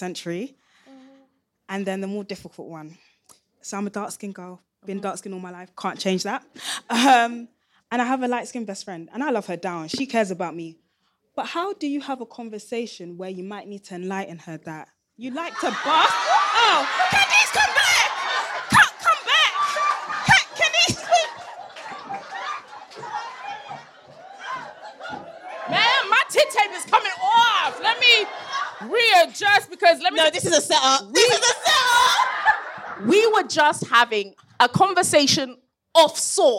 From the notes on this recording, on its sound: The live episode that was recorded when the cousins gathered at the Soho Theatre, for the first ever Closet Confessions LIVE! In front of a packed audience, before turning it over to the crowd for some mass messiness and group healing.